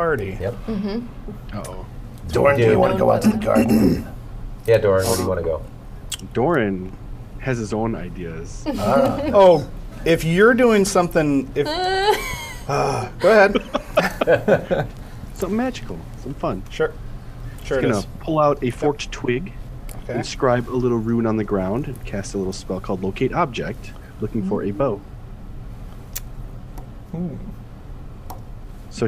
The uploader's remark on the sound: ATW Live at Wizards of the Coast for Extra Life 2018. Our "special edition" Christmas Show is the live streamed game that we played at Wizards of the Coast for Extra Life 2018!